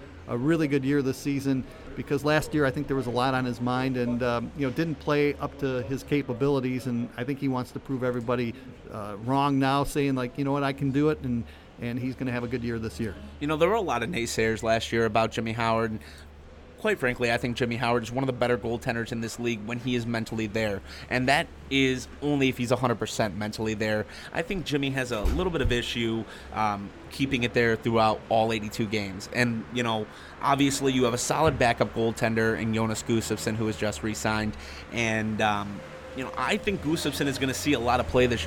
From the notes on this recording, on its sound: Live from Training Camp. Live from Centre Ice Arena in Traverse City, Mich. During the 2014 Detroit Red Wings Training Camp.